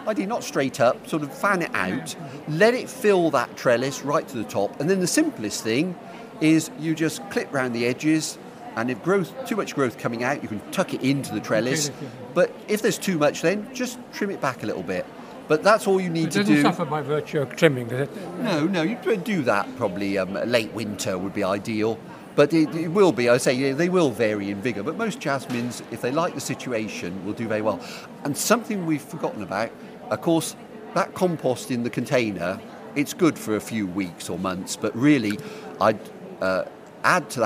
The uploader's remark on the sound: RHS Great London Plant Fair 2014 at The Royal Horticultural Halls in Vincent Square, London. Our team of horticultural advisors are live at The Lindley Hall answering your gardening questions.